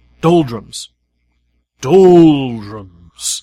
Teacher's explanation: It's got those flat vowels, heavy and pendulous, that practically sit in the bottom of your mouth, defying your tongue's attempt to shift them